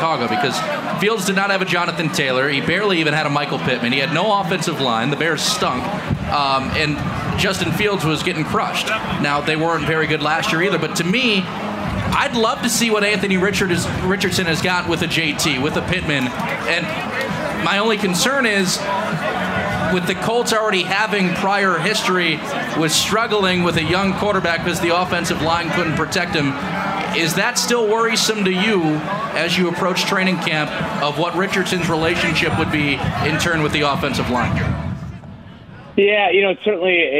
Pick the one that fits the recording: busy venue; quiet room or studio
busy venue